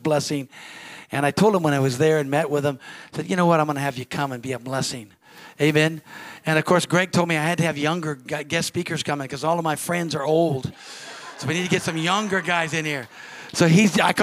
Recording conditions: large echoing room